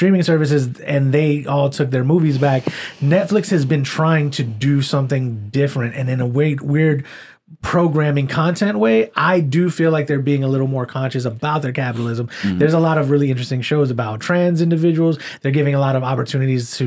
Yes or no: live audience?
no